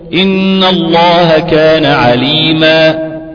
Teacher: سكنت وحذفت التنوين وابدلت التنوين الف تمد مقدار حركتين قلت عليما في حاله الاكمال او في حاله الوصل عليما حكيما · Term: مد العوض